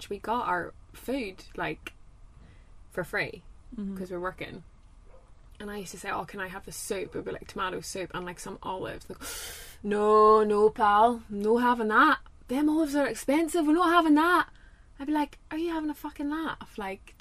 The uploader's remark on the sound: Recorded in a van in Málaga.